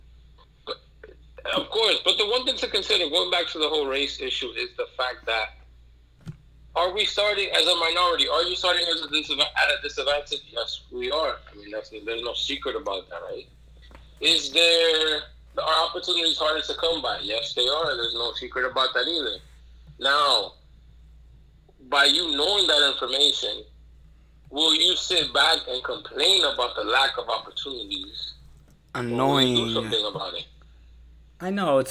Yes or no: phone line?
yes